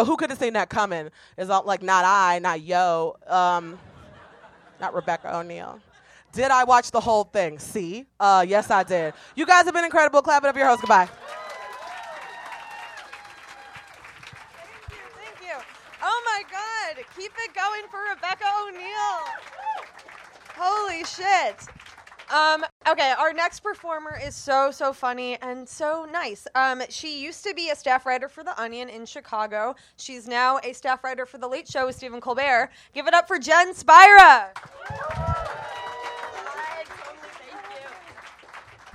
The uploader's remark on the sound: Book Club is a comedy variety show. Live sound and recording by Harry Scott. Recorded live January 27, 2018 at Union Hall.